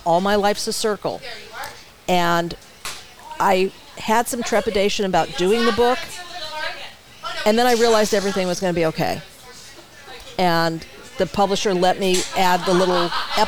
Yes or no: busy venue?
yes